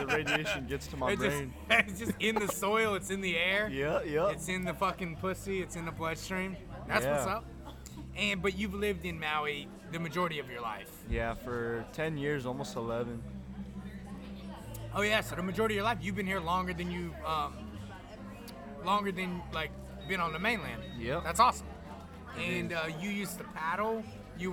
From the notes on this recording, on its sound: After a long sabbatical we bring you an interesting episode recorded at at Kava Bar (Haleakava), where are the Lahaina people come for relaxation, fun and fellowship. Please excuse the background noise and live band...